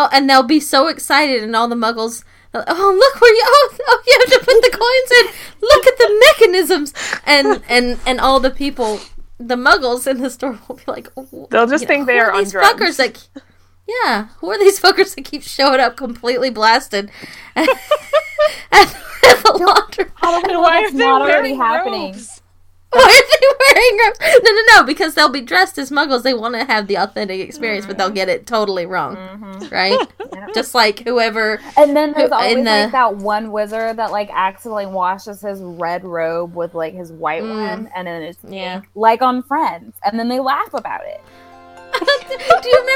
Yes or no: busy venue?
no